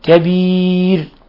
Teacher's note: ولاحظوا كيف نقف على الراء المسبوقة بياء بالترقيق، كبير. وإذا ما وصلنا كبيرو يسقط الترقيق، ويصير الحكم إضغام بغنة لاجتماع الواو مع التنوين، والواو من حروف ينمو، حروف الإضغام بغنة.